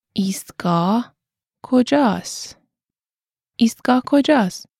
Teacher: Note the rising intonation.